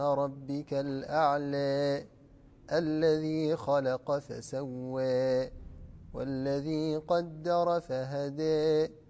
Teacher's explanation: لاحظنا الفرق يعني بين صوت الإمالة الصغرى وبين صوت الإمالة الكبرى، ولكن يبقى دائما صوت الفتح أو جزء من الفتح، لأن الإمالة ليست كسرا خالصا